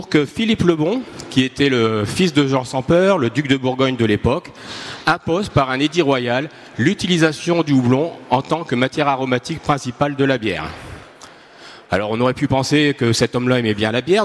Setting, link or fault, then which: setting, busy venue